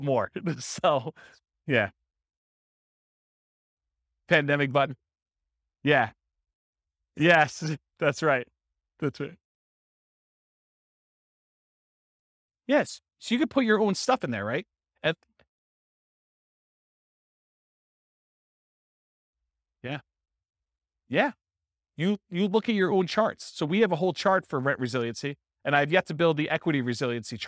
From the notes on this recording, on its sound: This was a live class recorded.